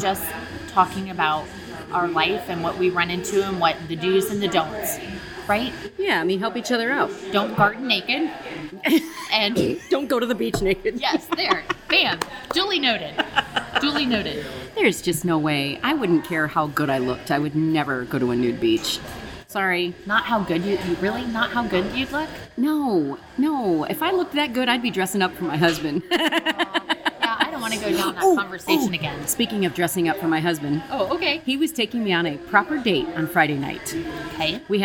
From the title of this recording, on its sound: Live from a Coffee Shop